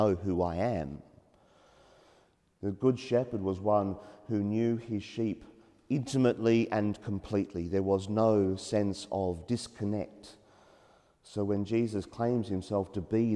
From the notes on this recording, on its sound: as preached during the 8am Mass at Mary Immaculate Church, Tighes Hill